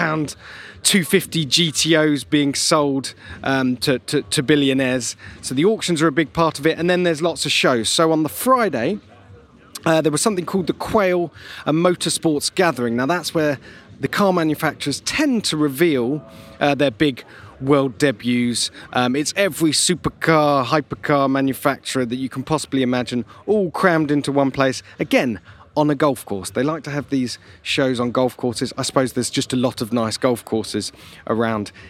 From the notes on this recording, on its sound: Live From The Pebble Beach Concours! Well, live-ish.